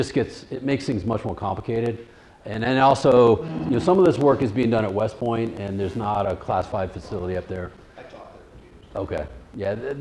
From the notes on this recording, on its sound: This lecture occurred at The Institute of World Politics on February 7, 2017.